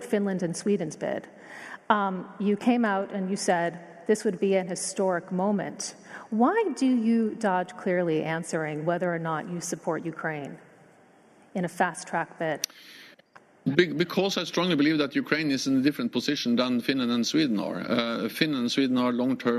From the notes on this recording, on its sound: a special live interview from the Berlin Foreign Policy Forum